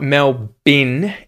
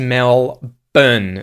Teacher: use the schwa sound instead of the i short like vowel sound from it or bit or sit. · Shown in: second take